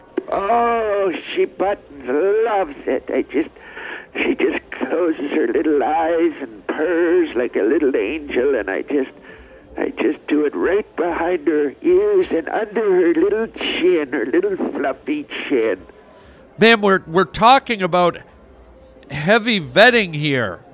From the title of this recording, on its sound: calls from listeners